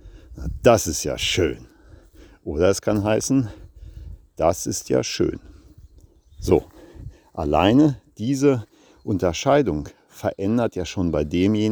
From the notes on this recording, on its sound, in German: Live im Wald gesprochen.